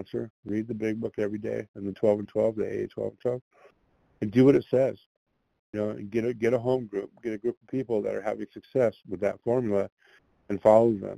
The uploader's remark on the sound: qualification from the 100 Pounders Phone Meeting